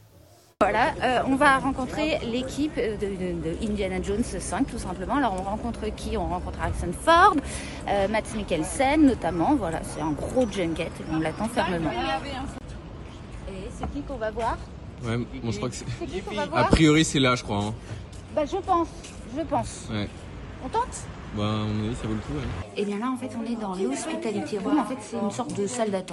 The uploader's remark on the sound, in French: Le Live Cannes: la Croisette à l'heure d'Indiana Jones au programme de notre quotidienne sur les coulisses du festival. En direct de la Croisette.